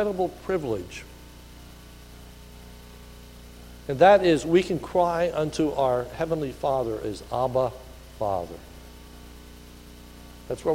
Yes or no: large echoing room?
yes